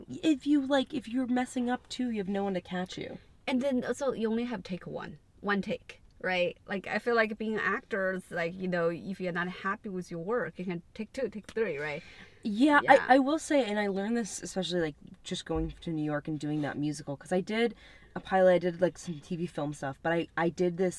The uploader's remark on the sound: In The Car